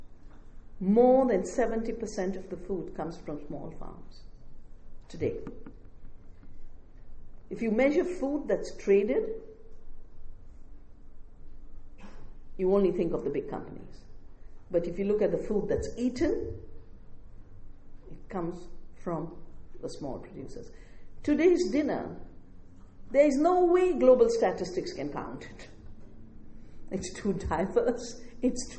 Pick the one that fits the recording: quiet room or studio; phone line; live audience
live audience